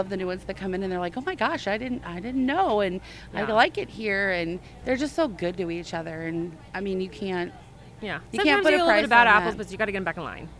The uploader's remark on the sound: This is the first in a series of podcasts that we recorded this summer at Glittercon in New Orleans.